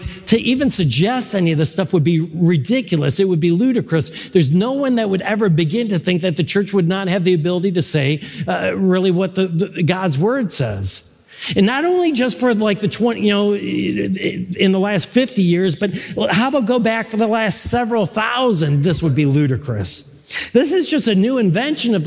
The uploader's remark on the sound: The core message from our live service on 2022-01-23. This is the core message from our live service.